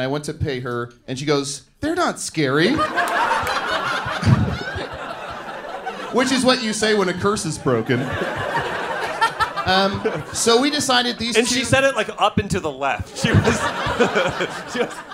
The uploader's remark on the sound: L.A. Live Show (7:30pm show)